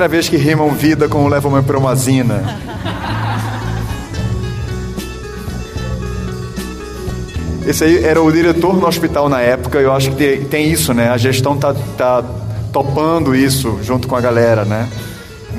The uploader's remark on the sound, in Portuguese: Nesse episódio, gravado durante o 17º Congresso Brasileiro de Medicina de Família e Comunidade. Intervenções da plateia.